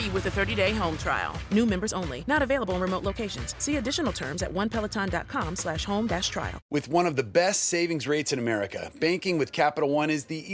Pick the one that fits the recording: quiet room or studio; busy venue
busy venue